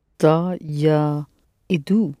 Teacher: the stress in this verb falls on the ending